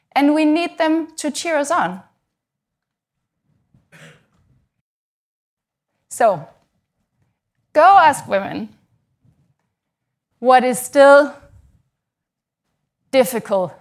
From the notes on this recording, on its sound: We recorded these first episodes at our live Giant Ideas summit, held at London’s Tate Modern. The Giant Ideas summit brings together 200 founders, CEOs, heads of state and other leaders.